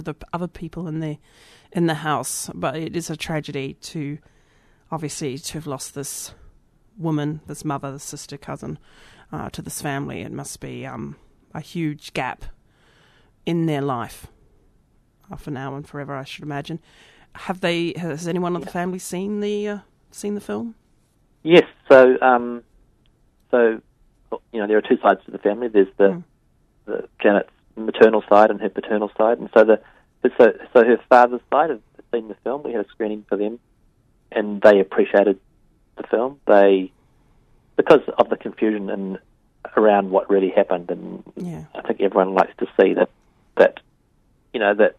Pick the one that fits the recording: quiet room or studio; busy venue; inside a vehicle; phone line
phone line